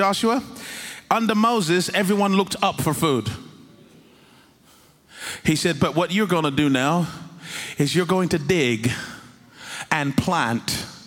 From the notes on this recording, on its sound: In this message preached in House on the Rock Church in Lagos, Nigeria.